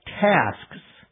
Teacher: The same would be true with a word like tasks. Notice in pronouncing it very carefully, I have an S, a K, and an S sound at the end. However, in normal pronunciation, the plural of tasks would probably come out something closer to tasks. · Term: consonant cluster